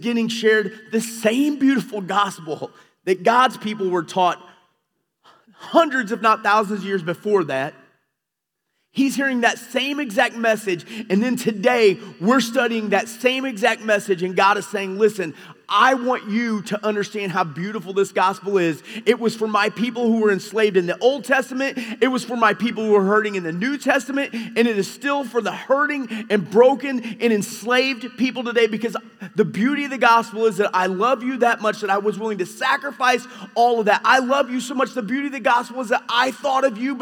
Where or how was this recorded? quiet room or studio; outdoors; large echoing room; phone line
large echoing room